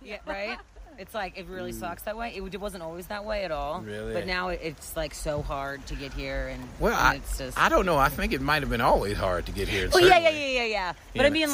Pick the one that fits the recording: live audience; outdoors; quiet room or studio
outdoors